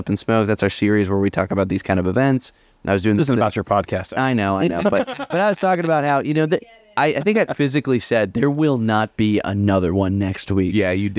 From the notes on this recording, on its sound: We recorded live at the Columbus Pipe Show 2023. Unfortunately, our travel recorder died while recording and the episode is cut short. In spite of a few audio gremlins, we had a stellar time.